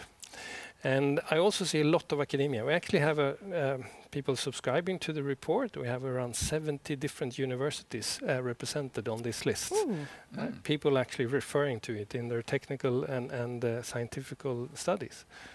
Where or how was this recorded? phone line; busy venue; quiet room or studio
busy venue